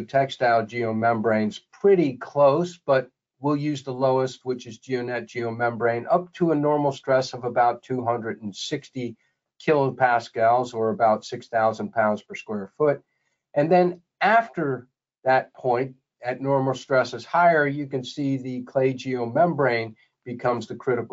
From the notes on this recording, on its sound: This is an audio version of the webinar.